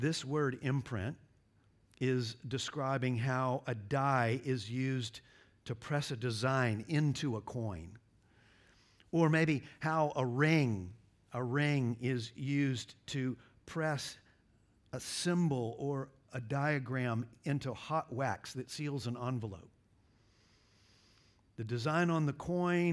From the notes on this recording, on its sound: at Covenant Hope Church in Dubai, UAE on December 24, 2023